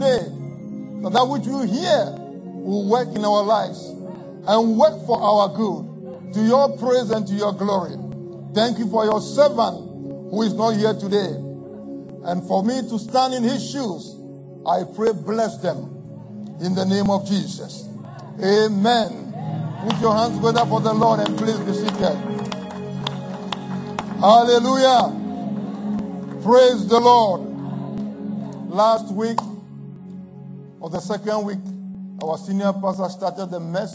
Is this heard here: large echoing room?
yes